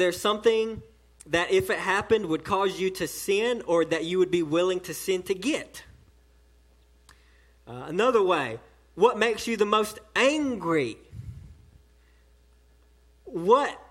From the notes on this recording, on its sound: sermon delivered to Cottondale Baptist Church in Eastman, GA on 7/8/18 during the 6pm service